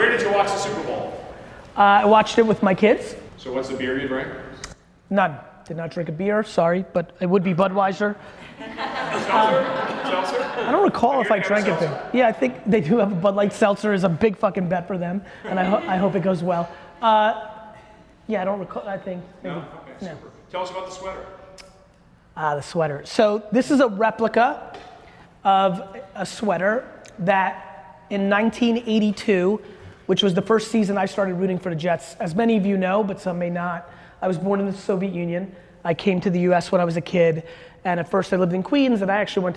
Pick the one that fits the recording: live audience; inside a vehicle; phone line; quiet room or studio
live audience